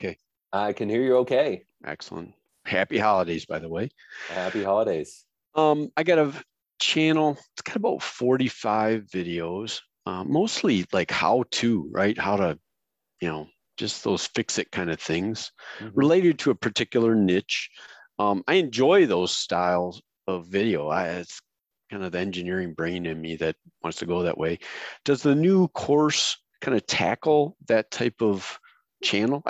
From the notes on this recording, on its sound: we’ve turned the audio from the YouTube System webinar into a podcast